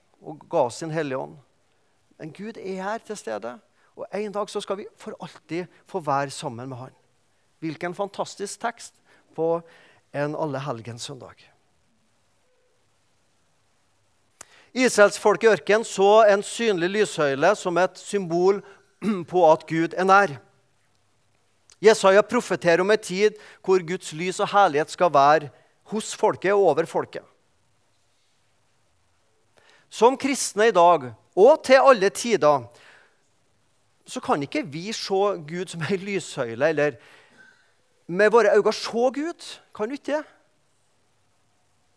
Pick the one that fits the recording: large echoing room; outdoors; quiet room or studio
large echoing room